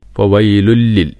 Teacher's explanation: തൻവീന് ശേഷം ലാമാണ്. അപ്പോൾ ഇദ്ഗാം ബിലാ ഗുന്ന.